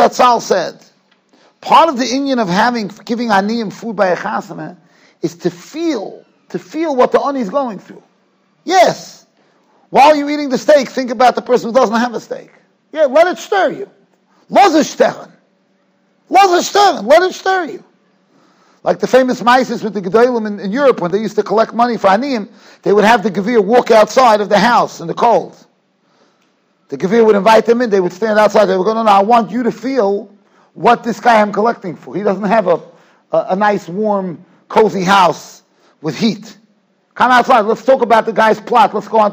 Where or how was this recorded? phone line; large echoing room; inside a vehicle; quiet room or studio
large echoing room